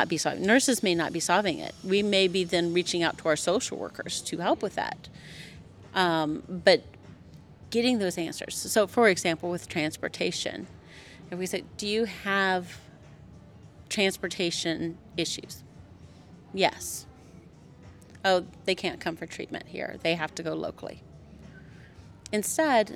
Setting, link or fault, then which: setting, busy venue